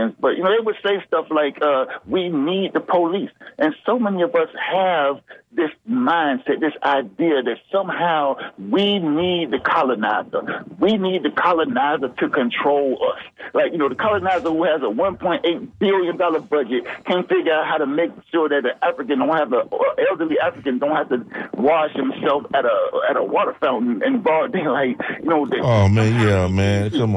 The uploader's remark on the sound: unique magazine format call-in show